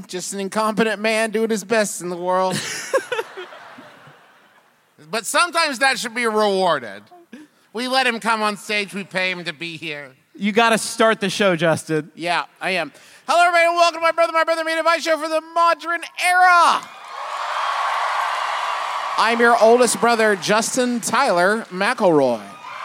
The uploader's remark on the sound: Face 2 Face. LIVE from beautiful San Jose.